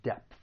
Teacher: It ends with that voiceless TH. It's very slight, but you should pronounce that voiceless TH.